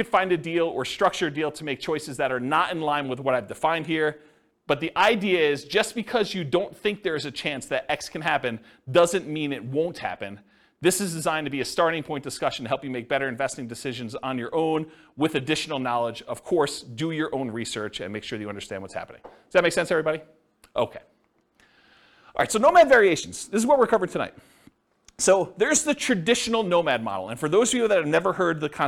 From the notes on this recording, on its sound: This was a live class recorded